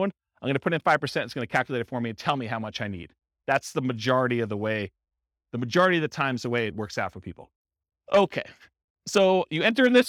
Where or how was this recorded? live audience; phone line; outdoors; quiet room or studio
live audience